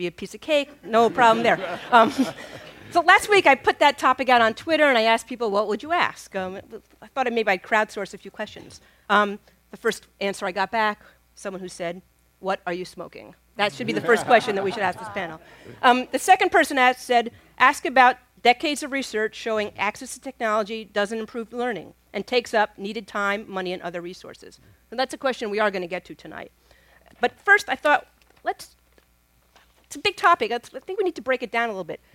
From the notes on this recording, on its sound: A panel at a Zócalo/Arizona State University event titled “Can Digital Learning Dismantle the American Class System?” at the National Center for the Preservation of Democracy in Little Tokyo in downtown Los Angeles.